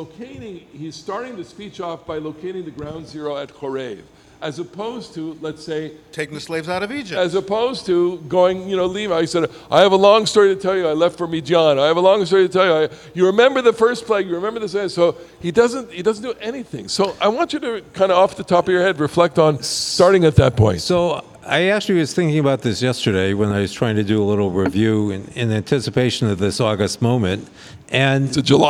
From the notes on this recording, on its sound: Recorfded live in the Bamat at Ramah Berkshires - where Parsha Talk was born!